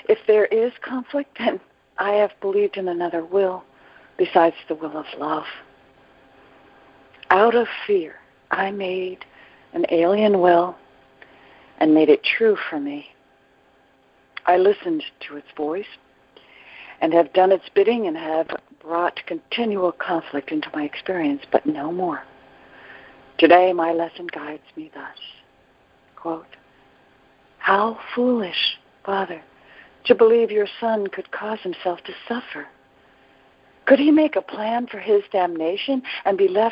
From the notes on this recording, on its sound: ACIM NOV 27 CONF CALL. ACIM Daily TEXT Conference Call.